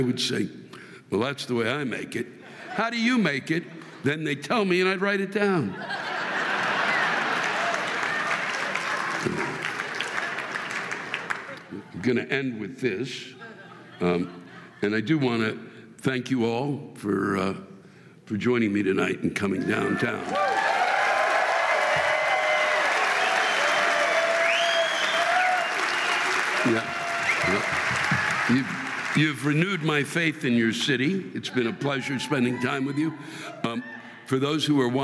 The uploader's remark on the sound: This week’s live rants come from the Orpheum Theater in Los Angeles, California.